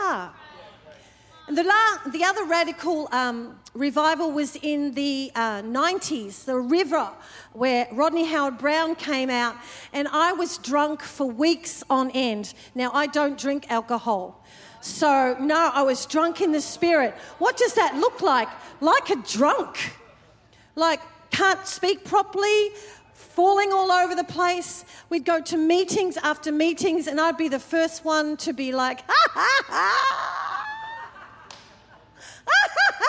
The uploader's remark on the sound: Recorded during our 5pm service on Sunday, the 21st of January 2024